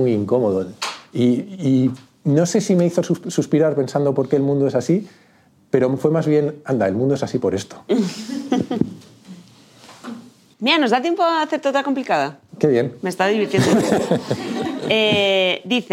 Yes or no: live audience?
yes